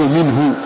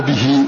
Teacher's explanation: وأصل في هذا الضمير الضم، تقول منه ولا تكسر إلا إذا كان قبلها كسرة نحو به أو ياء ساكن نحو عليه · Shown in: first take